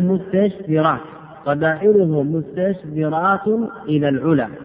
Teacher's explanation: هذه الشين مهموسة رخوة، والتاء مهموسة شديدة، والزاي هذه مجهورة، وهذا بين المهموس والمجهور تنافر.